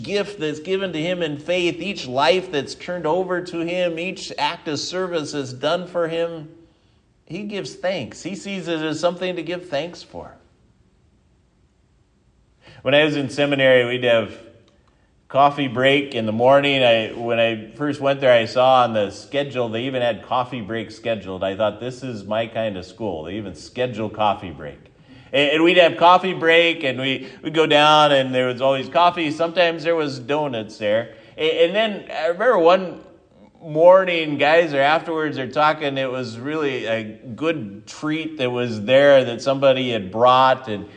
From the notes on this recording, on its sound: This sermon was given at Triumph Lutheran Church, Ferndale, Washington